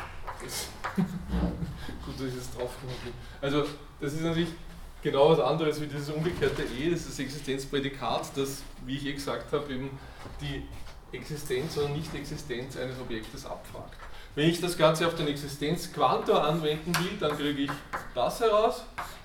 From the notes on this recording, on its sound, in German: Diese Vorlesung wurde von Studierenden aufgenommen